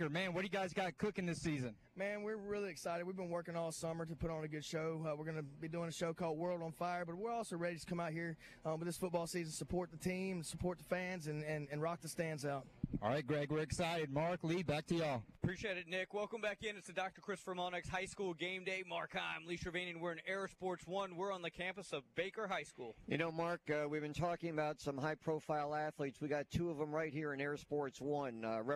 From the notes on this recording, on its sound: LIVE from Baker High School on the first Friday of high school football season!